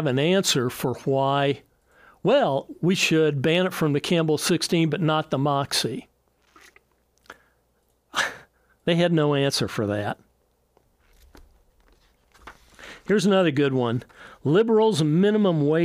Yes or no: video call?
no